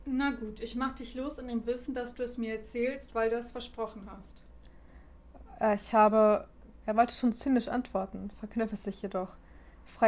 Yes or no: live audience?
no